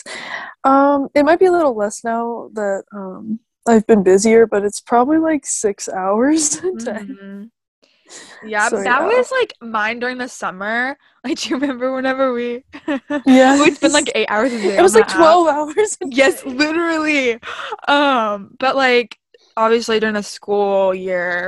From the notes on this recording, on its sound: Via zoom.